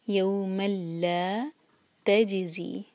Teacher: یوم لا تجزی، تا کو جیم سے جوڑیں گے، جیم پر سکون تو قلقلہ ہوگا، اور زی زا بزنگ ساؤنڈ کے ساتھ تجزی.